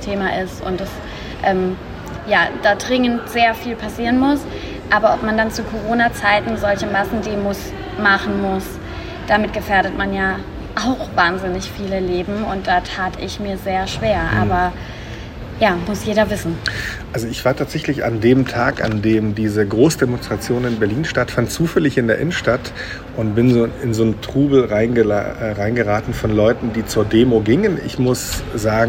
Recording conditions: phone or laptop microphone